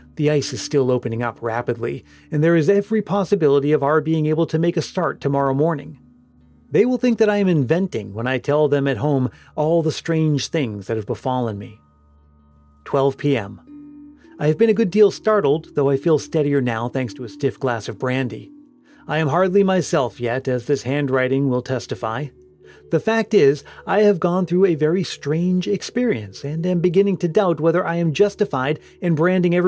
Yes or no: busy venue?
no